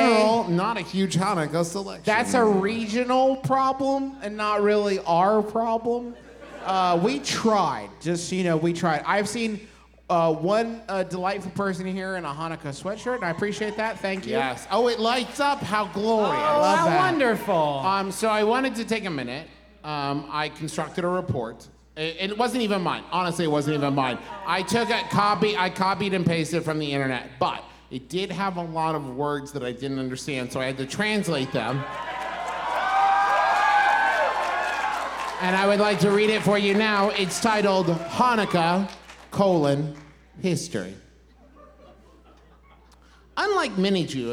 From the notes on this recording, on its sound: Here’s our live episode from our beautiful hometown of Huntington, WV.